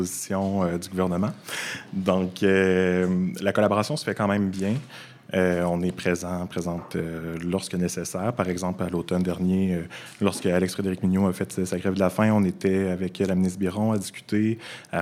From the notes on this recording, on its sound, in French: émission spéciale enregistrée au Saint-Suave Librairie-Café à Québec